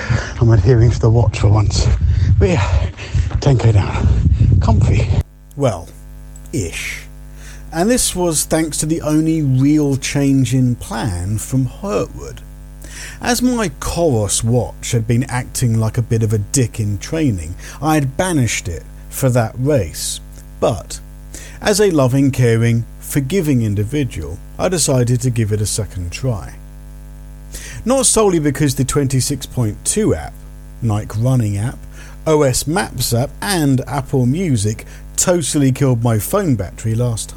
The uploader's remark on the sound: North Downs Ridge. I needed to plug my laptop in whilst recording, creating an annoying electric hum I couldn't remove.